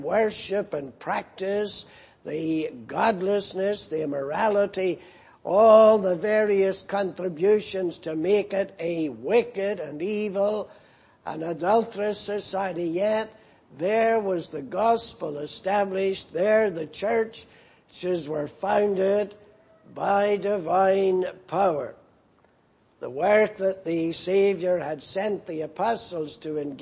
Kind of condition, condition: setting, large echoing room